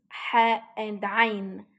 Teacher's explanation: The sound is deep and feels like it's coming from the chest area. The middle part of the throat, the letters ha and ayn. These sounds are soft.